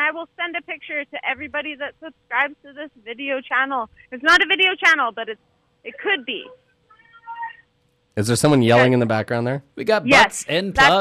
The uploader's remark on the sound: Guests call